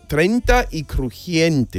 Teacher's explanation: El diptongo cambia de E, I a I, E.